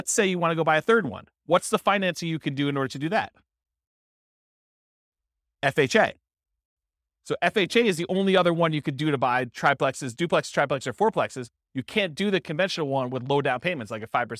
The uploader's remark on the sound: This was a live class recorded